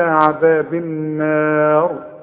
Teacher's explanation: الراء عند الوقف فخمها، هي مكسورة لكن تفخم عند الوقف